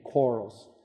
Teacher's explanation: you soften and lengthen the A